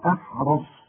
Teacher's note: الراء مفخمة والصاد مفخمة